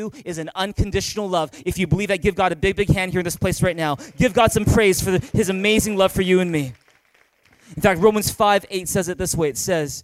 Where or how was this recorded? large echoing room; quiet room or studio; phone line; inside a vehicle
large echoing room